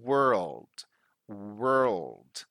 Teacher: you need to pronounce that rolling R and the L